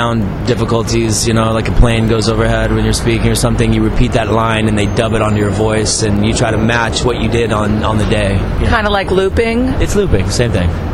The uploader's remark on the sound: a rooftop chat at the 2010 Tribeca Film Festival